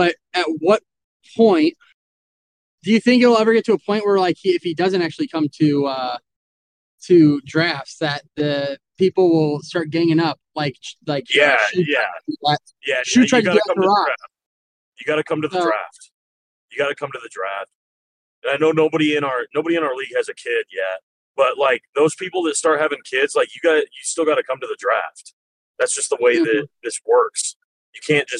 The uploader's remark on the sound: In the wild Texas Heat. What better to do while driving than do a Pod?